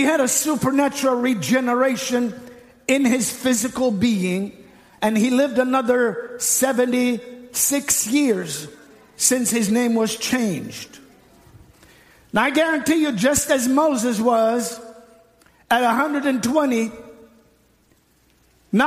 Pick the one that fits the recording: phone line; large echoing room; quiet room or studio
large echoing room